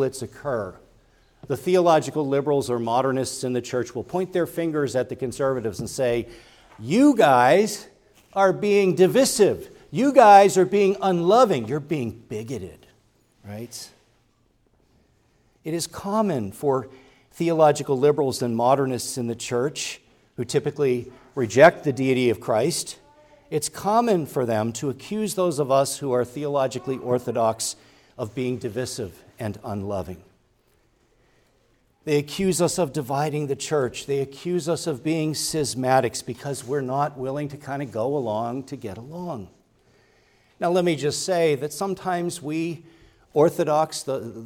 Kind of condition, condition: setting, large echoing room